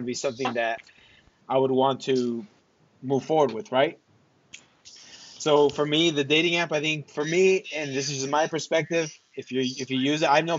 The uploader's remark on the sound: This was a Skype recording as we practice social distancing!